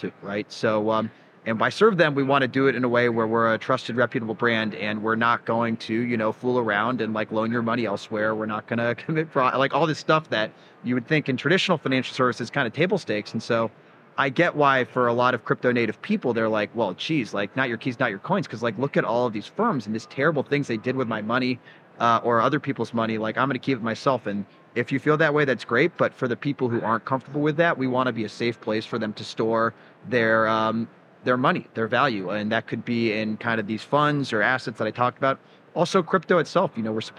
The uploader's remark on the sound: Live from Consensus 2023